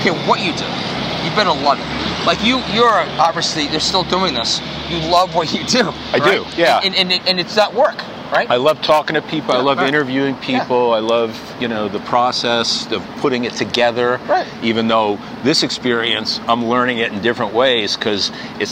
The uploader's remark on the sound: walk and talk in Boston's Back Bay